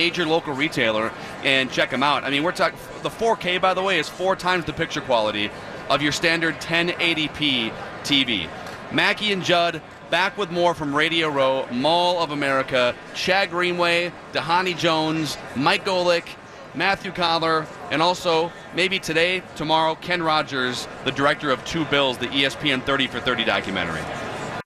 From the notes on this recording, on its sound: live from Radio Row all week